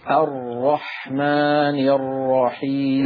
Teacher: في الراء تكرار ضعيف سببه ارتجاف ضعيف